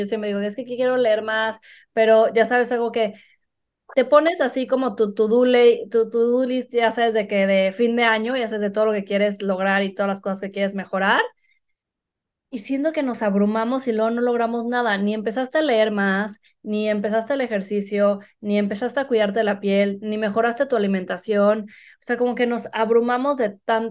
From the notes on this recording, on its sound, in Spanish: Esta temporada grabada de forma remota